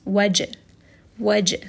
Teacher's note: It is one of the letters of Qutb Jad, meaning that when it has a sukoon, we are going to give it a little bit of bounce · Term: qalqala